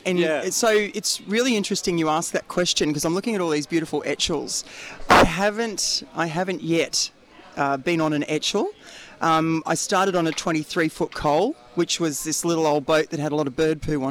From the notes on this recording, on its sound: Saturday's on the coast is live from Gosford Sailing club.